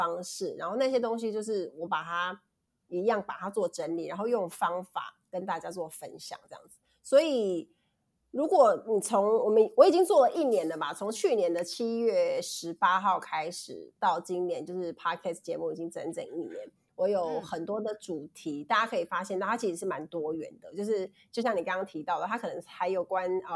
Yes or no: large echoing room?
no